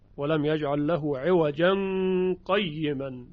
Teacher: در روایت شعبه این سکت وجود نداره. حالا اگه خواست وصل کنه آیه رو به آیه بعدی میگوید ولم یجعل له عوجا قیما، که اخفا رو باید بیاریم، عواجن قیمن.